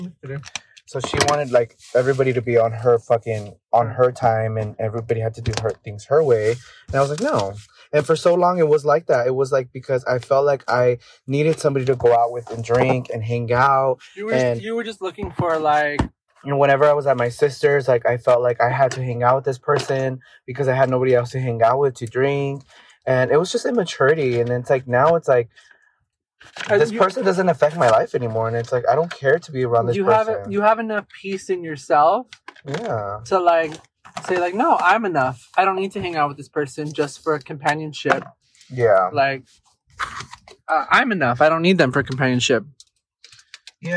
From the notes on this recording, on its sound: Join us as we venture out the studio and take you for a ride in our car. As we drive, we hit record.